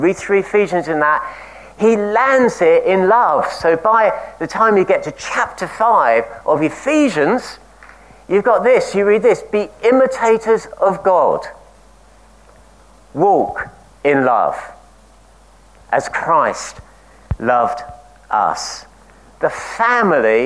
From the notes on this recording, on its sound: At King's Church, Cockermouth, as an audio file.